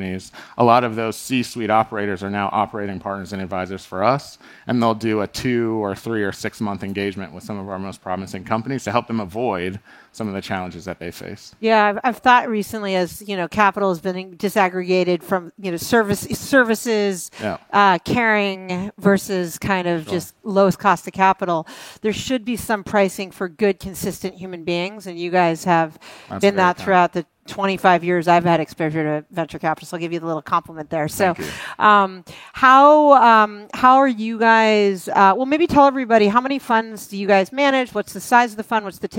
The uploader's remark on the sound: Recorded March 1, 2022 at the Upfront Summit.